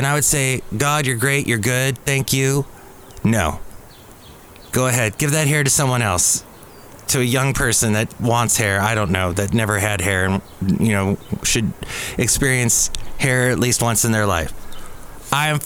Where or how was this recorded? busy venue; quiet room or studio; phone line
busy venue